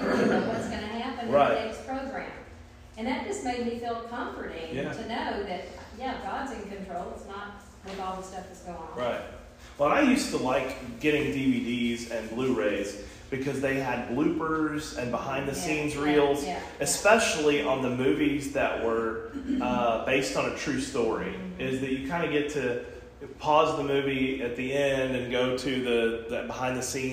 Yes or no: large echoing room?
yes